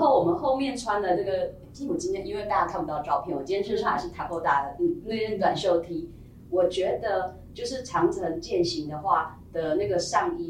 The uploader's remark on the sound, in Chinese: 收音見諒。小編還跟新設備不熟悉，有些許收音問題，煩請見諒。